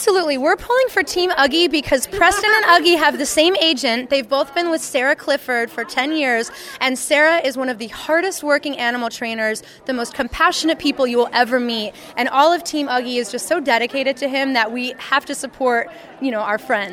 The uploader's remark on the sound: Live on The Red Carpet! On Pet Life Radio.